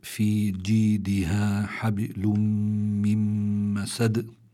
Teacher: الله تعالى يقول في جيدها حبل من مسد، في جيدها حبل من مسد، في عندي في كلمة حبل في عندي باء ساكنة وسكون أصلي هذا، فعندي هون الباء مقلقلة، لكن لكونها في وسط الكلمة بيكون القلقلة أخف مما لو كانت عند الوقف